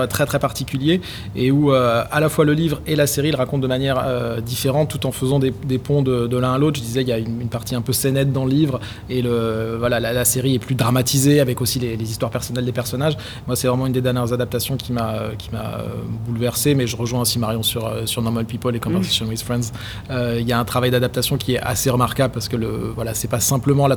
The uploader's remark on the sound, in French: Enregistré à Marseille Series Stories. Enregistré à Marseille Series Stories dont BetaSeries était partenaire.